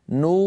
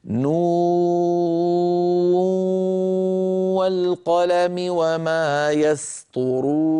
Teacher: على الإدغام نقول هكذا: ياسين والقرآن الحكيم، ونون والقلم نقولها هكذا: نو، بالأول ننطق واو صافية، نو ليس فيها شيء من الغنة أبدا · Shown in: first take · نو لما نأتي للإدغام نأتي بالغنة، بحاجة إلى شيء من المهارة، بحاجة إلى تدريب على أيدي أستاذ، يكون النطق هكذا: نون والقلم وما يسطرون.